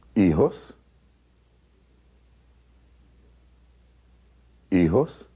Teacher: Keep in mind that the H is not pronounced in Spanish. Also, notice that the J is pronounced like an H in English.